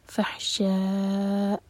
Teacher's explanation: ویأمرکم بالفحشاء، شاء چار حرف کا لمبا اور جب حمزہ پر رکیں تو کٹ آف ساؤنڈ کی آواز آئے. فحشاء، وہاں پر ہا کی آواز نہیں آنی چاہیے اور نہ ہی حمزہ کی آواز غائب ہو.